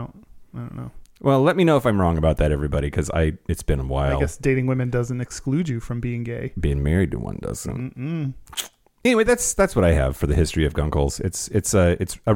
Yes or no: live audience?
no